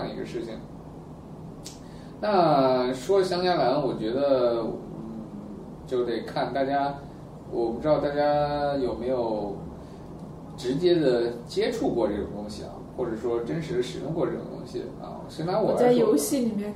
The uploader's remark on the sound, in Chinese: 本期节目为在张大妈办公区用录音笔录制，可能有街道上的杂音，请见谅。